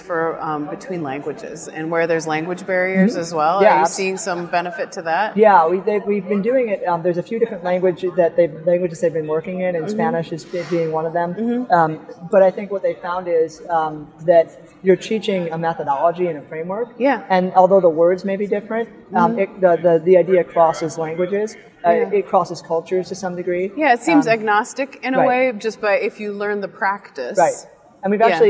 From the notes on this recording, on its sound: live on the Expo floor of the NSC Congress